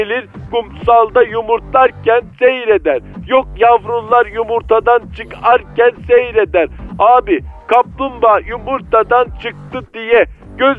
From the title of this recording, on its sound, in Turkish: telefon görüşmesi